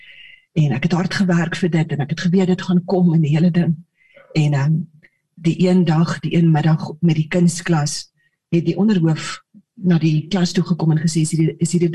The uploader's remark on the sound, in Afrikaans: Manne van die Woord Zoom Byeenkoms 7 Junie 2022